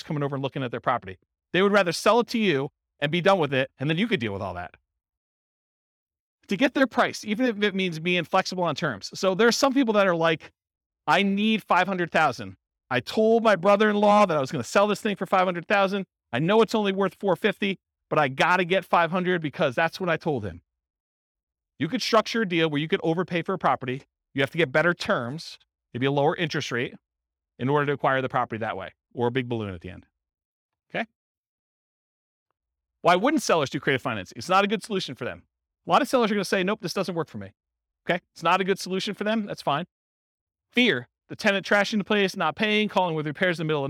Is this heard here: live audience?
yes